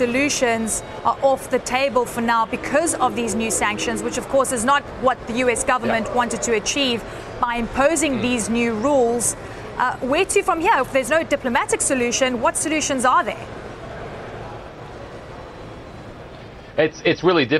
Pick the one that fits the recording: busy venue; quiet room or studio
busy venue